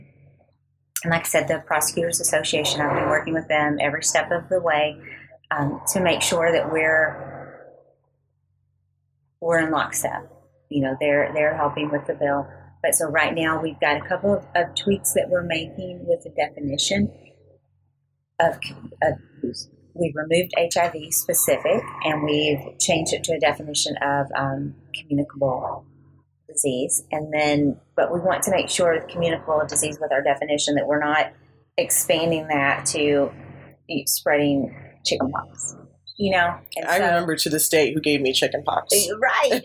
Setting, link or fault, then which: fault, sounds in the background